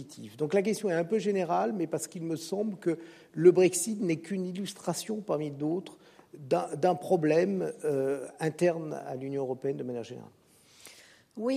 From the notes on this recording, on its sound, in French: Réécoutez la conférence du 17 mai 2023 à l'UCLy